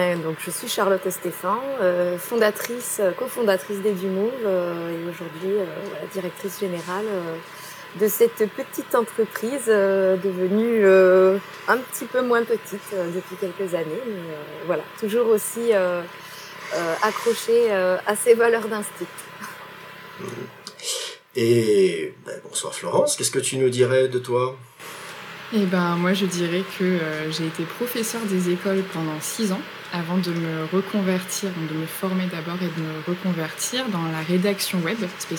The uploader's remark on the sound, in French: Petit avertissement : cet épisode revient de loin avec des soucis techniques qui ont altéré la qualité du son et ce malgré les interventions des membres de l’équipe d’E-teachers.